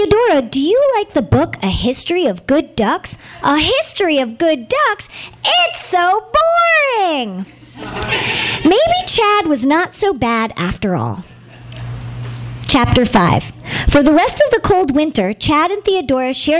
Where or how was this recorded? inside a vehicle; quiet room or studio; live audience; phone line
live audience